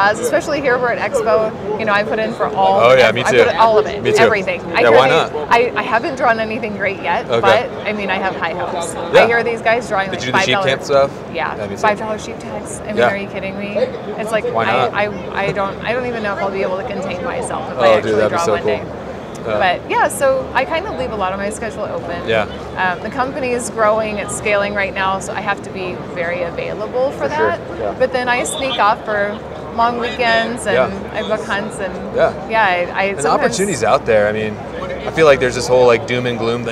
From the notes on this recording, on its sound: LIVE FROM HUNT EXPO VOL. 3. This is 3/4 of these live, in person podcasts from the Hunt Expo in Salt Lake City.